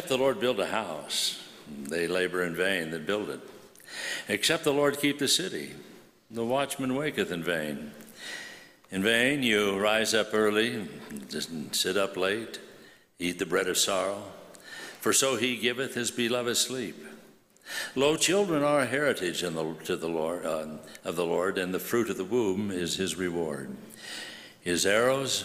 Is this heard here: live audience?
yes